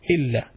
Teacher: there is some shadda on top of the lam, so we stress more on the lam while pronouncing it